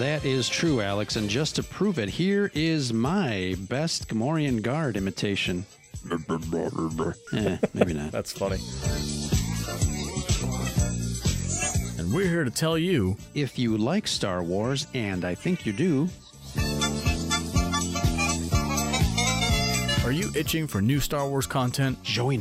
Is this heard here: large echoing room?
no